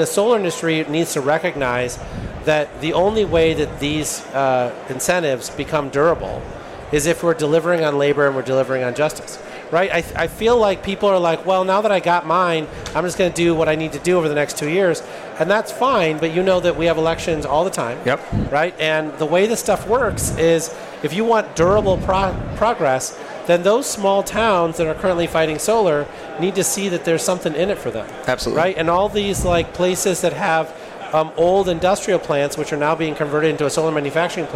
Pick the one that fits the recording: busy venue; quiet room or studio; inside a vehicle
busy venue